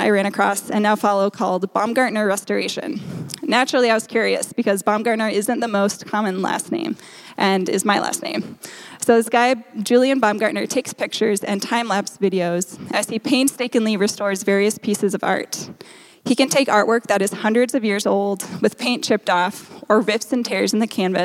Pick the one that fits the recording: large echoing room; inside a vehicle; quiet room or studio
large echoing room